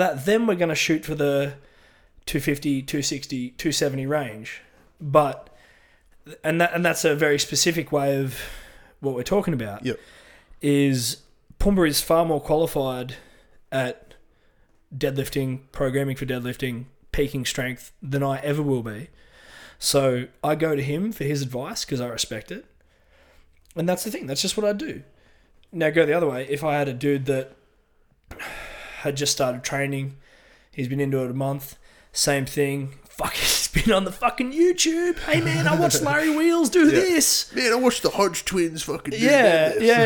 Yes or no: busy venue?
no